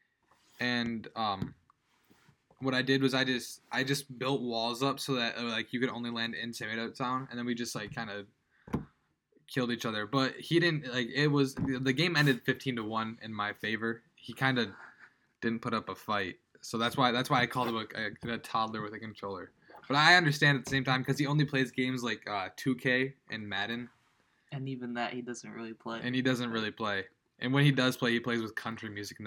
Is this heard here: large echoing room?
no